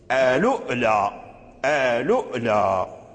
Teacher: وهو همز الواو نقل حركة الهمزة إلى اللام ثم همز الواو